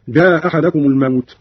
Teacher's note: قرأ قالون بإسقاط الهمزة الأولى هكذا: جاء أحدكم الموت.